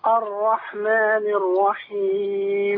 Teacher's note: خد بالك الكسر، الرحماني مش الرحمنو